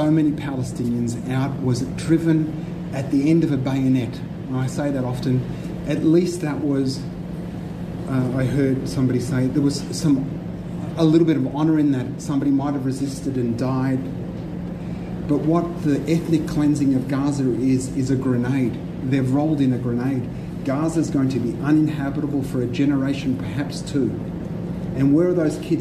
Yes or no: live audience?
yes